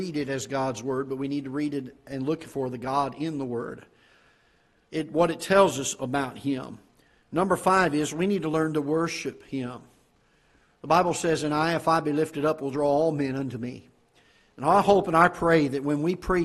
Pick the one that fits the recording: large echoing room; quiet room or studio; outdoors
large echoing room